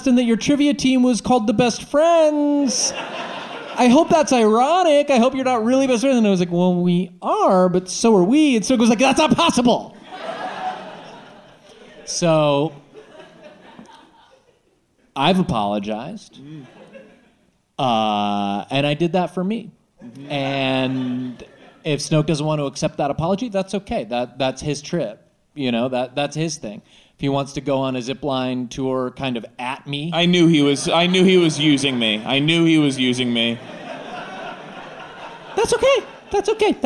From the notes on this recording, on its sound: Live from the Dynasty Typewriter Theatre